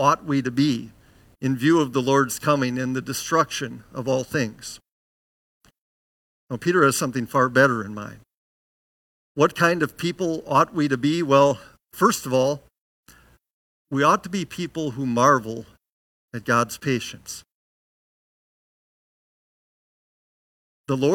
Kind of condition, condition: setting, large echoing room